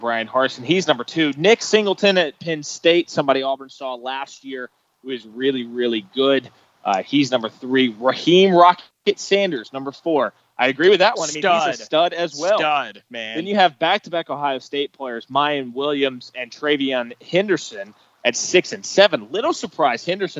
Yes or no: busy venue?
yes